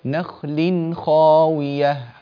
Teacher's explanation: هذا إظهار تنوين بعده خاء، حكمه الإظهار